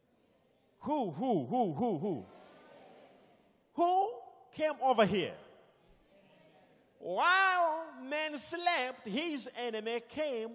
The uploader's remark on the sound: Sunday Service LIVE